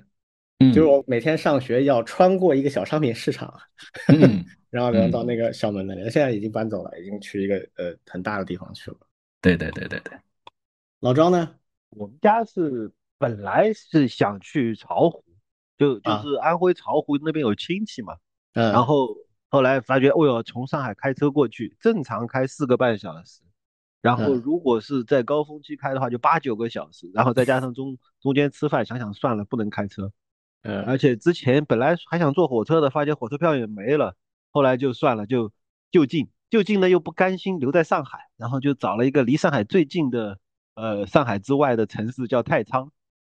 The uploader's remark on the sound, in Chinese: 这一期我们仨异地录制